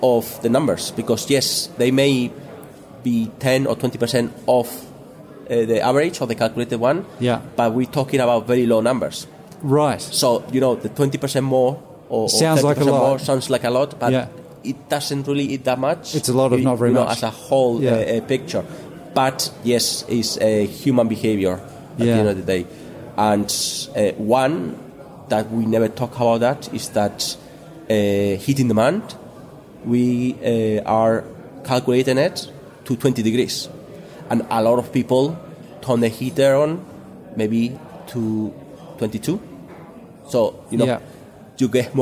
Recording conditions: busy venue